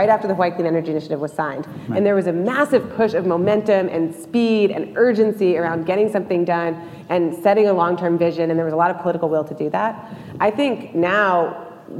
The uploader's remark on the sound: The best of live interviews from GreenBiz events.